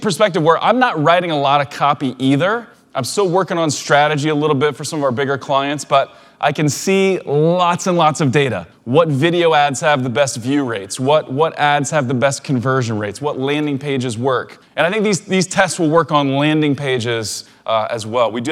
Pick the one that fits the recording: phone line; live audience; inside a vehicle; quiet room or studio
live audience